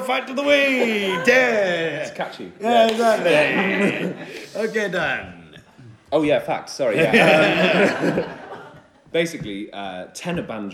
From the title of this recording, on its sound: Live From The … Suffolk Weekend 2018